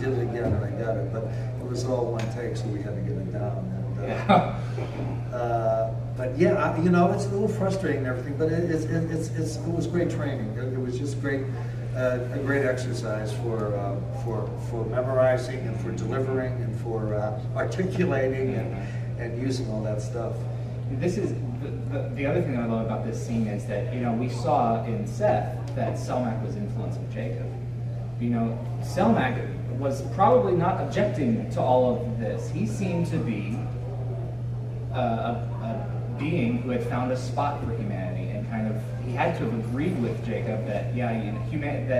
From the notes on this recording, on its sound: Apologies for the poor audio quality.